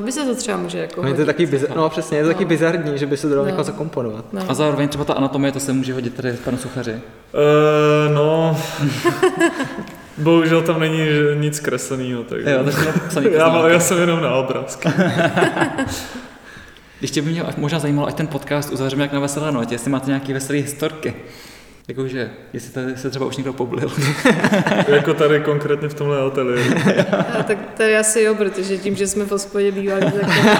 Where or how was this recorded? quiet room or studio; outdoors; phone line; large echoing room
large echoing room